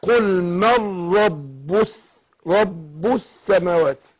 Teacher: من رب برضه هنا ادغام، هو قل من من رب، مر هتغم النون في الراء ادغام بغير غنه، والباء مشدده يعني ايه؟ يعني امكن الشفتين من بعض